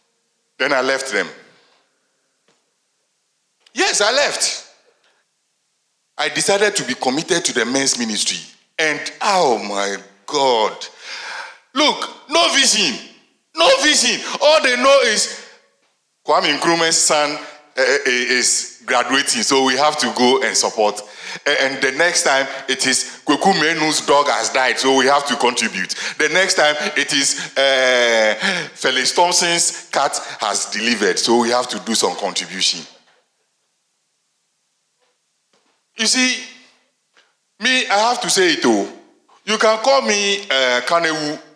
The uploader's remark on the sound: Sermon preached at CBC Shiashie Campus